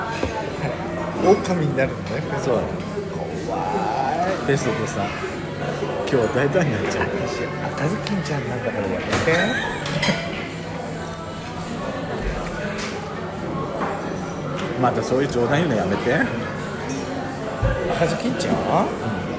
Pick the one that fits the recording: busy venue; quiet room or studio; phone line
busy venue